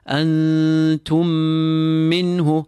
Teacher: we recite the two memes as one and we pull the meme, we apply ghunna to the meme, we rest on the meme · Term: Idgham saghir